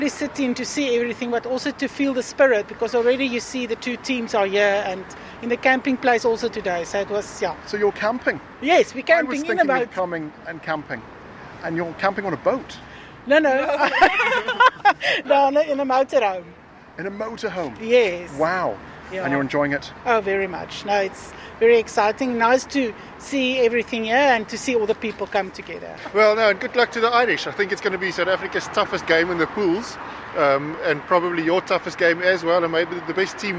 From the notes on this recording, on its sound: The Hard Shoulder was LIVE from The Bridge 1859 in Ballsbridge